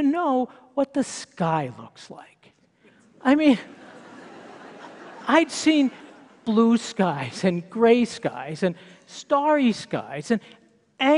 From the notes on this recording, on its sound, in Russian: Это выступление записано на мероприятии TEDx, независимо организованном местным сообществом с использованием формата конференций TED. TedxMileHigh.